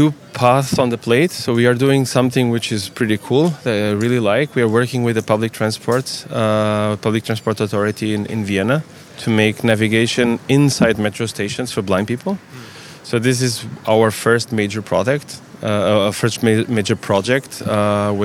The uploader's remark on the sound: The EIB Institute’s Social Innovation Tournament. Live from the event in Stockholm.